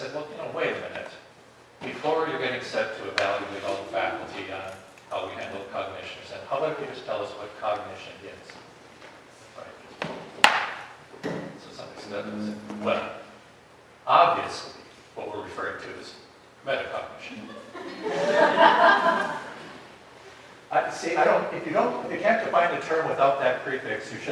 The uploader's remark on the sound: This episode is a recording of Plenary Session III from Wittenberg Academy's Family Retreat.